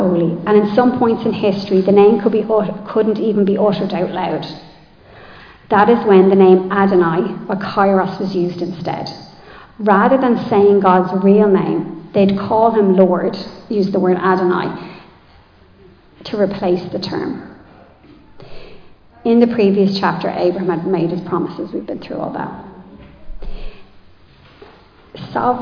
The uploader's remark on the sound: Recorded live in Liberty Church on 7 January 2024.